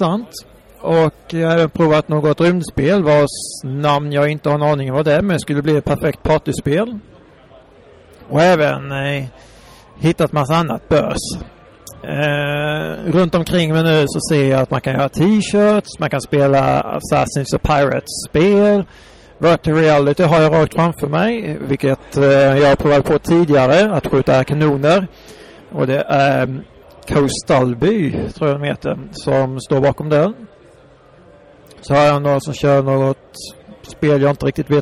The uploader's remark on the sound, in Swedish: Creative Coast Festival 2016. Intervjua några lokala spelskapare som är på plats!